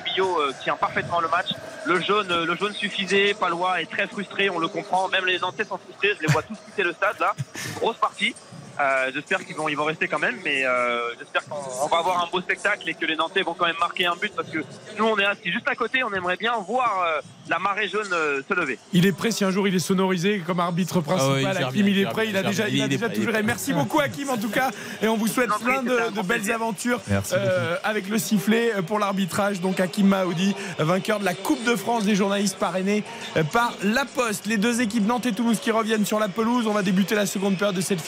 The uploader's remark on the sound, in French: en direct du stade de France